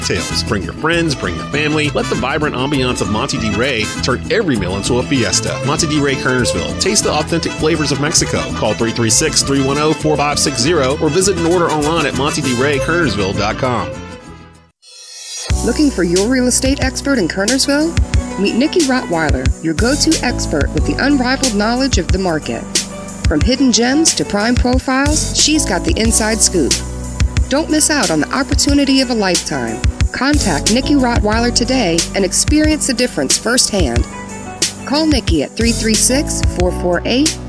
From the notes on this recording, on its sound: Live from Monte De Rey Mexican Restaurant.